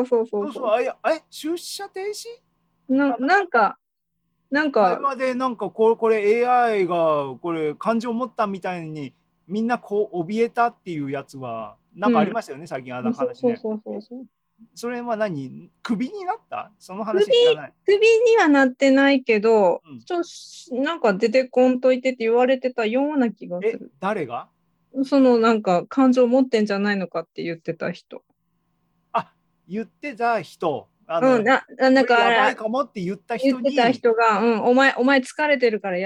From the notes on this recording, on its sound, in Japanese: ２０２２年６月２９日に開催した ZOOMライブの模様です